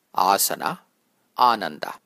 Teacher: See if you can hear the long first A.